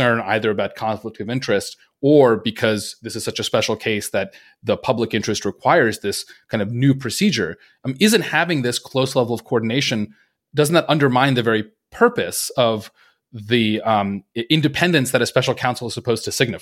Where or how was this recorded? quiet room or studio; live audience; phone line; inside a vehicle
quiet room or studio